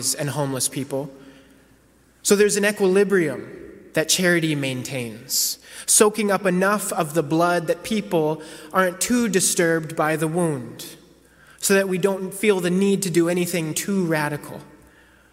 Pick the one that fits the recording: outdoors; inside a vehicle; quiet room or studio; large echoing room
large echoing room